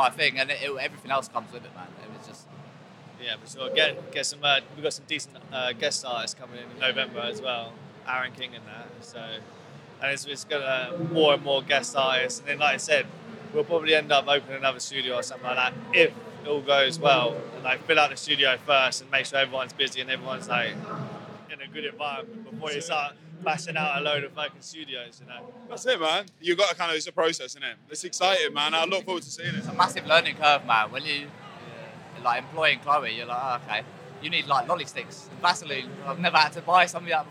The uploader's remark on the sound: This week's special episode was recorded live from the Big London Tattoo Show at the ExCel.